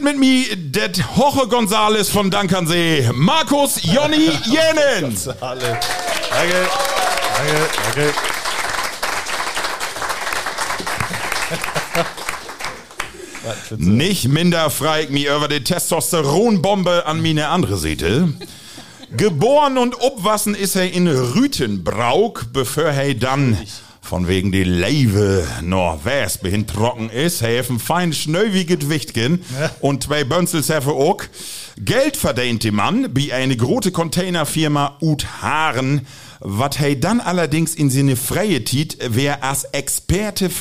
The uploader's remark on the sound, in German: Auf Einladung der Marienhausschule in Meppen waren wir am Dienstag, den 27.Februar 2024 live zu Gast in der Berufsfach-, Fach- und Fachoberschulen in Trägerschaft der Schulstiftung im Bistum Osnabrück.